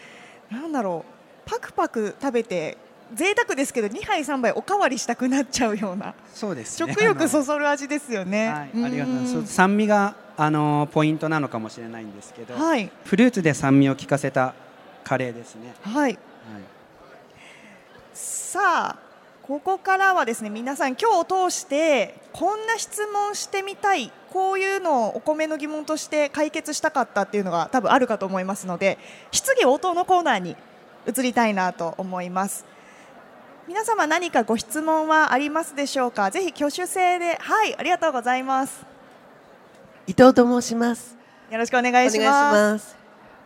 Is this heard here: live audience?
yes